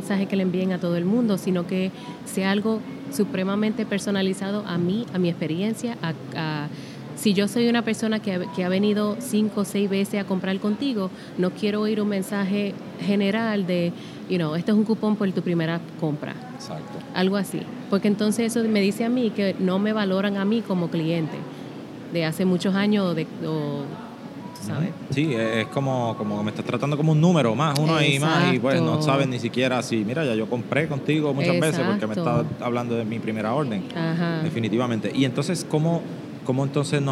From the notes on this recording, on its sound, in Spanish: Episodio En Directo desde Boston, EE.UU. En este episodio grabado en directo desde la conferencia Klaviyo:BOS en la ciudad de Boston en Estados Unidos.